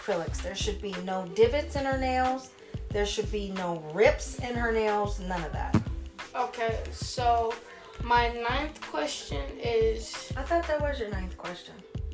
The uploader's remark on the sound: This week my nephew who is 11 years old sits down with me. Please excuse me for not having my mic.